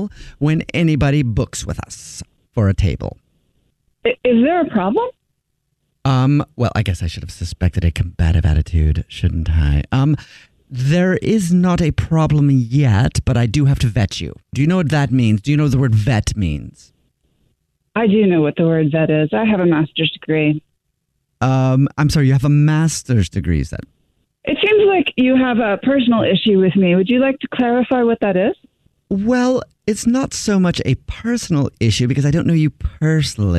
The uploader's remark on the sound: Phone Prank